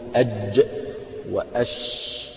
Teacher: طيب بعد ذلك يقول والوسط فجيم الشين ياء، والوسط فجيم الشين ياء، هنا وسط اللسان، وسط اللسان يخرج منه ثلاثة أحرف وهي الجيم والشين والياء. فقالوا إن الجيم والشين والياء تخرج من وسط اللسان، تخرج من وسط اللسان، فتقول أج وأش.